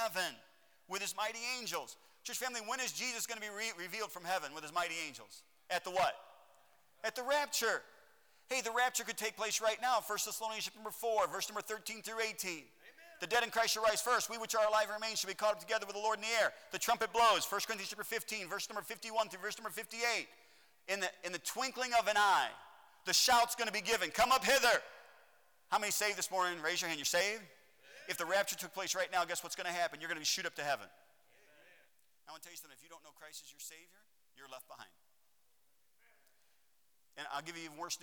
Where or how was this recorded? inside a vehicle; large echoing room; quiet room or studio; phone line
large echoing room